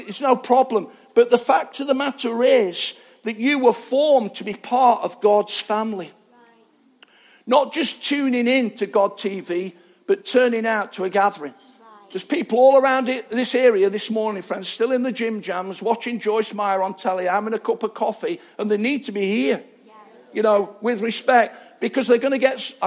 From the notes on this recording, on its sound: Arena Church Ilkeston